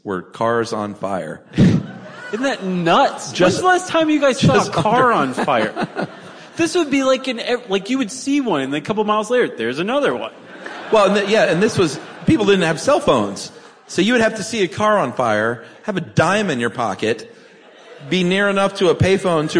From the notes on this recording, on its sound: SYSK Live. Special live benefit episode recorded in Atlanta.